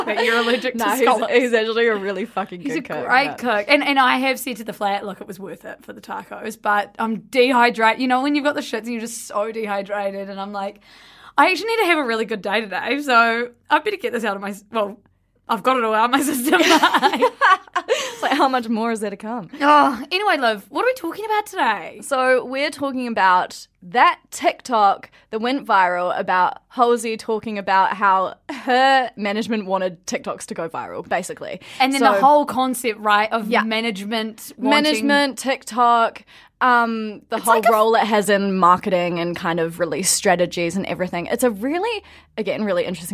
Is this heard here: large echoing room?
no